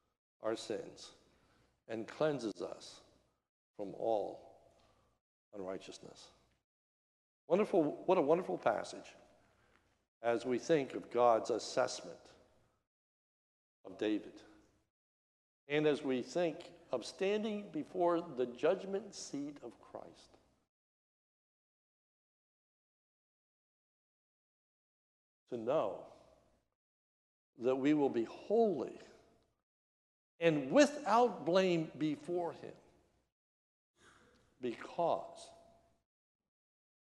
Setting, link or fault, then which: setting, large echoing room